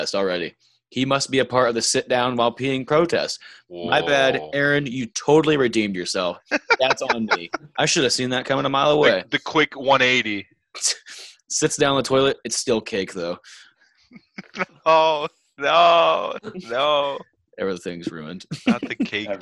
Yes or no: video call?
yes